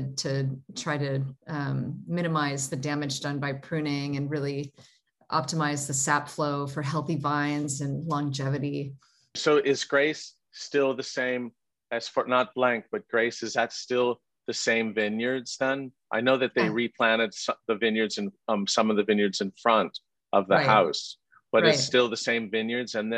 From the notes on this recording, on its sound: In this Zoom session